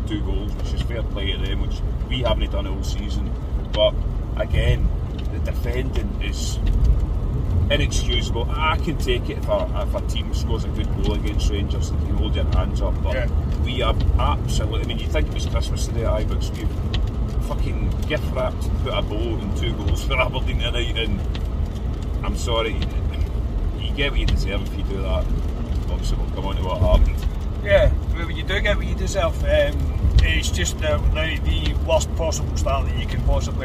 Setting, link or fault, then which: setting, inside a vehicle